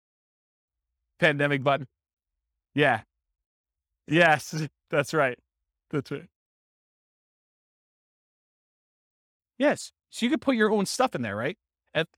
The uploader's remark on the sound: This was a live class recorded